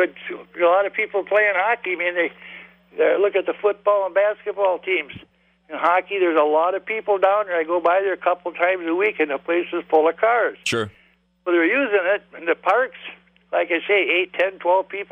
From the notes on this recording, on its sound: Called in with their own agendas, which is always awkward.